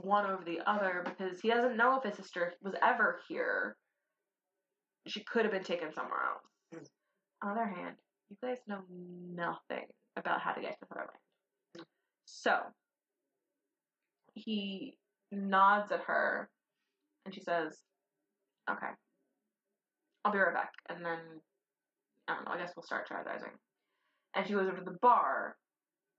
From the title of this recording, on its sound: The Shitty Audio Episode